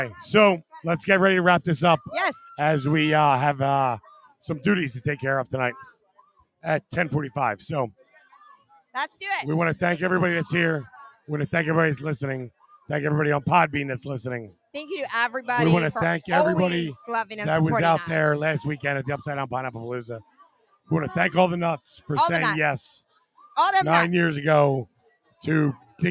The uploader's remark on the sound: LIVE from the Paradise Club